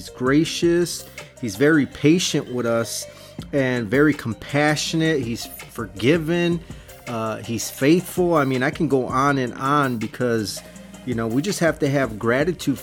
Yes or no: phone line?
no